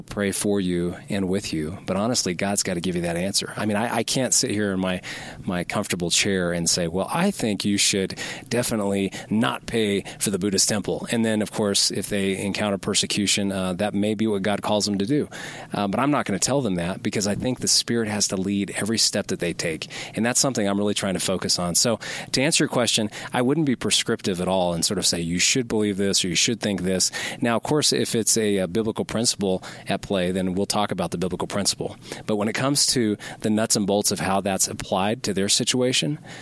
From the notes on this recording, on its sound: from a Colorado Springs Voice of the Martyrs conference